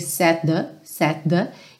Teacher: É claro que soa um T só